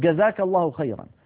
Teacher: بعض القبائل العربية يجعلون هذا الصوت جا يجعلونه مقابل الجيم، وتلك في بعض مناطق اليمن ومناطق جنوب الجزيرة العربية يقولون مثلا جزاك الله خيرا. · Term: الجيم القاهرية